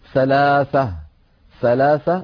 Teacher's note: الصفة الأولى صفة الهمس، الثاء مهموسة، والصفة الثانية أنها رخوة، والصفة الثالثة أنها مستفلة، والصفة الرابعة أنها منفتحة.